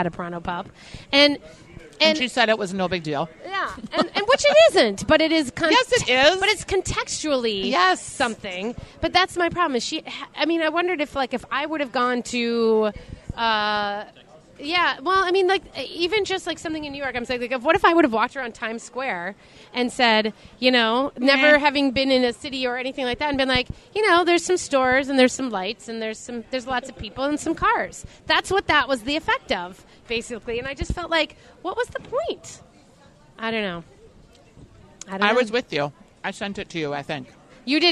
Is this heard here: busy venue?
yes